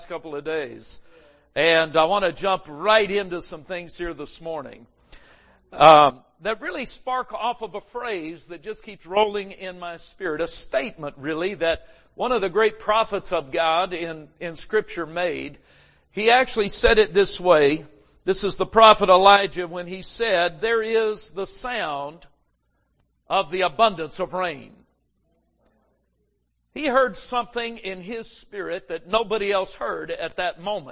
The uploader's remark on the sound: GRACE AND FAITH CAMPMEETING 2020. Recorded Live at Grace Harvest Church, Holiday, FL.